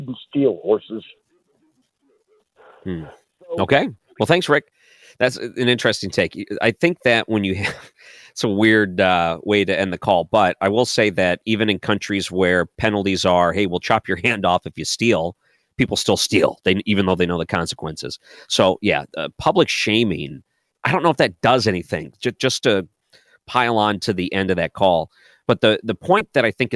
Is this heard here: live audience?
no